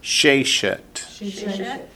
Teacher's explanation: sheshet, accents on the first syllable